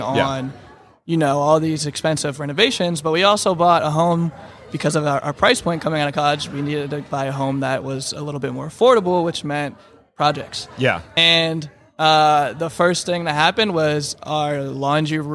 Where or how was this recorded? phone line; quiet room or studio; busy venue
busy venue